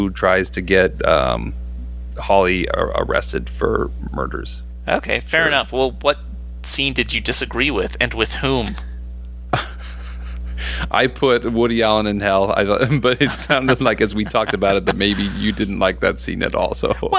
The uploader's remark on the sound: Big apologies for the background buzz. It must be the USB plug for the mic.